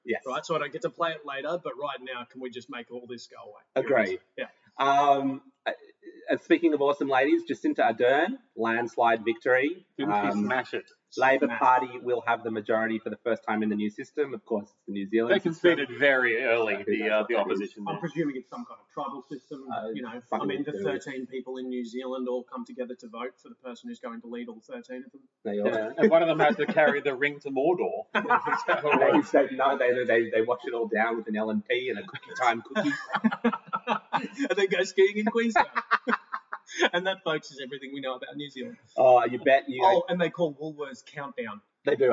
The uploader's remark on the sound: Fuck Up Their Audio (Sorry - we'll get it right next week we promise!).